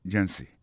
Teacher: Pour mot agency, hein, accent tombé sous premier syllabe là. Agency. Deux autres syllabes qui sont derrière eux, faible.